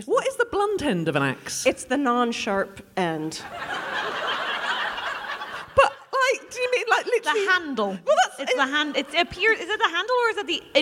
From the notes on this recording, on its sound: The Drunk Women are back in Edinburgh and already storming their Fringe run with sell out shows. In front of such a lovely audience. We hear from a member of the audience.